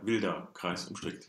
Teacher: We don't want to say wilder. We don't want to say the r. We want to head it towards almost an a vowel, like an unstressed a.